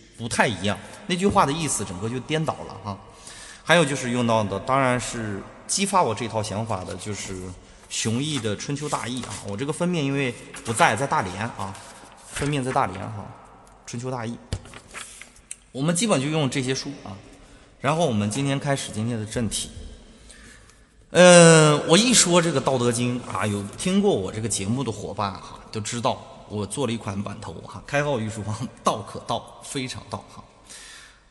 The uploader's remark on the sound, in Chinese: 现场录制。我忘了关混音了，原谅我……声音采集于现场直播……